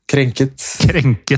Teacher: Det er en skarp konsonant i starten, det ruller på r-en. Det er en skarp T.